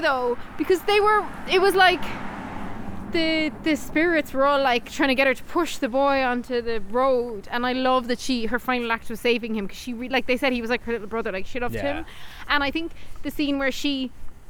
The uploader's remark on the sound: We walk and talk